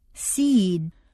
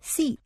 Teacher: At times, what appears to be a single syllable word will have a longer sound to it. Seed takes longer to say than seat, for example.